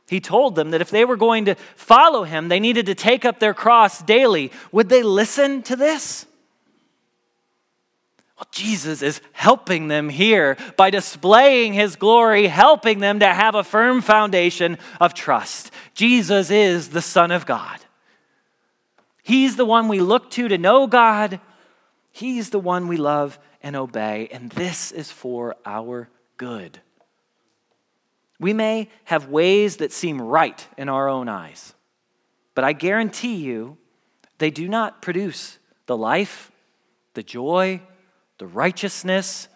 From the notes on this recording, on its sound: Message Preached at Valley Creek Church